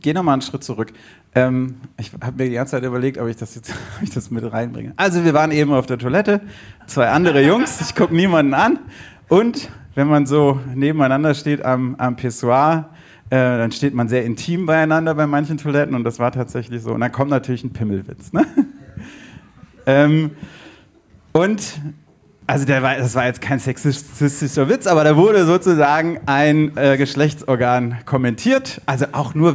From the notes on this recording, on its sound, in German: Dieser Podcast wurde im Rahmen der Podcastbrause live im afterwork in Nürnberg aufgezeichnet. Hier werden an einem Abend drei Podcasts live und vor Publikum aufgezeichnet.